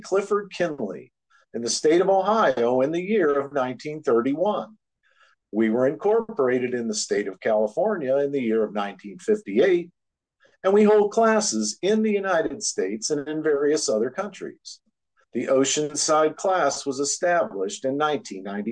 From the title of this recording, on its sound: 12-30-23 Oceanside Zoom Class